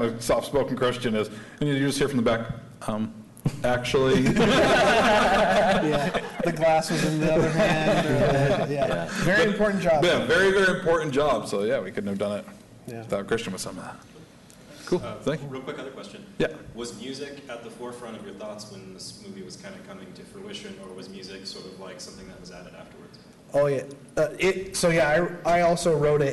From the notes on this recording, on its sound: LIVE from SDCC 2023. We are coming to you LIVE from San Diego Comic-Con!